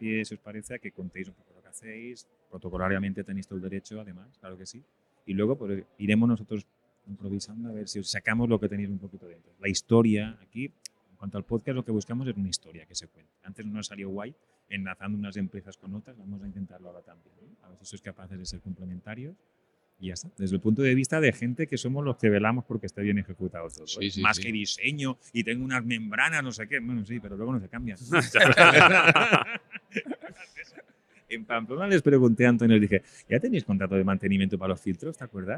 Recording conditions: busy venue